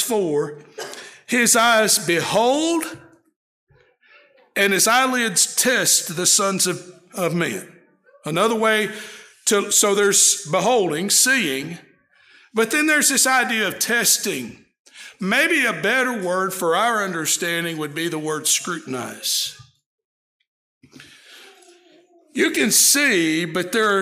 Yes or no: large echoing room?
yes